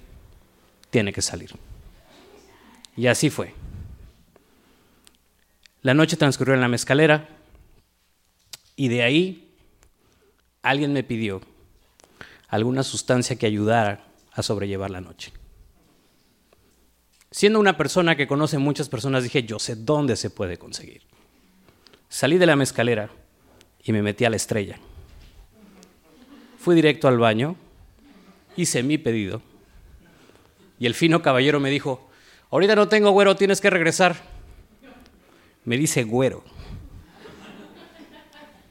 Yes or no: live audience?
yes